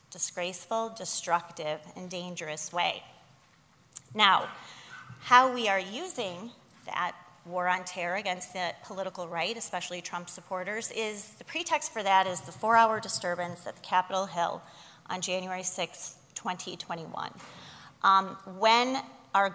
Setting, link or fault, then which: setting, live audience